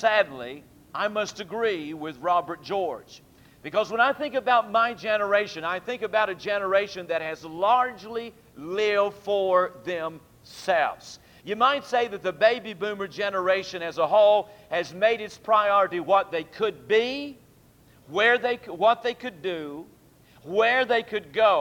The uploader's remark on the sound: during the PM service on February 27, 2002